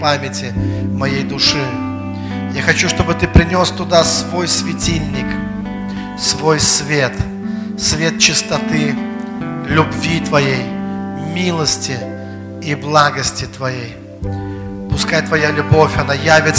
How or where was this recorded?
large echoing room